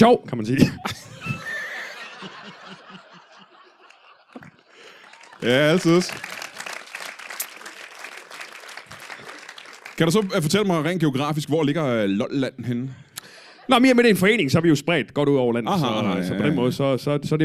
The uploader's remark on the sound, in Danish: LIVE fra Holbæk